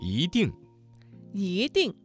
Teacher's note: 这个词当中的一在四声之前，它的读音就变成了二声